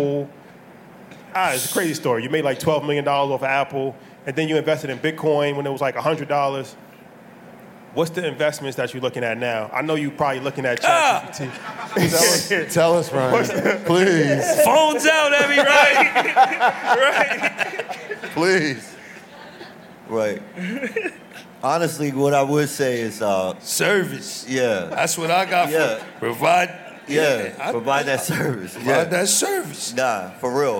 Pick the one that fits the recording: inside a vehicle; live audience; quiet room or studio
live audience